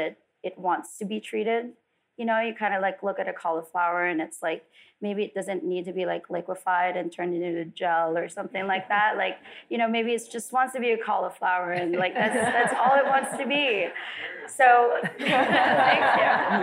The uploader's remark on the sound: We’re sharing a live recording from a recent event held at Mattei’s Tavern in Los Olivos, and hosted by the Santa Barbara Culinary Experience. At this special sneak peek event.